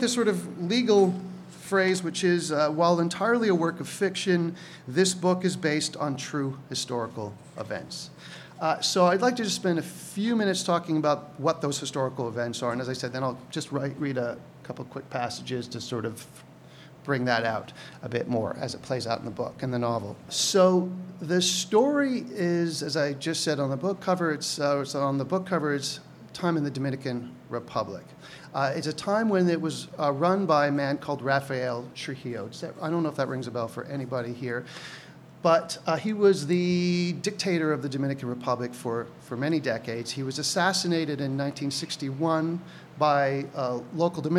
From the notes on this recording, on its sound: Recorded live May 7th, 2017 at the Prairie Theatre Exchange in Winnipeg.